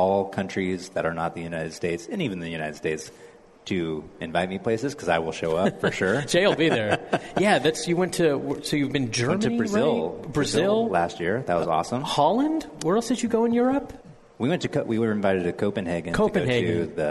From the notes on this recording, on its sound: broadcast live from The Rare Barrel!